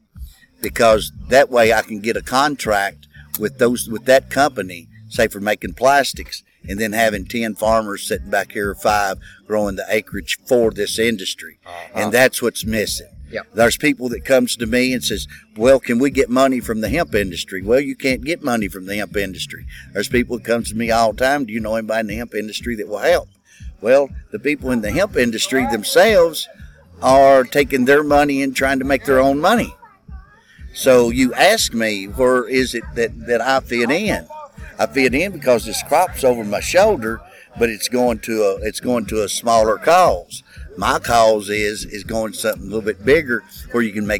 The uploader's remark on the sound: at the event at Hemp In The Holler in Livingston KY